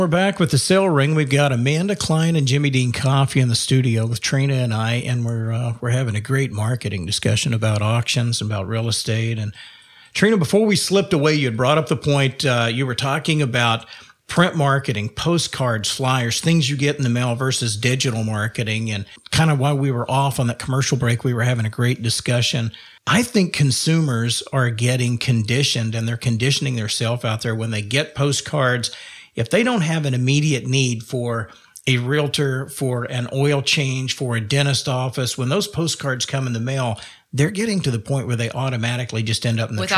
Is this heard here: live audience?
no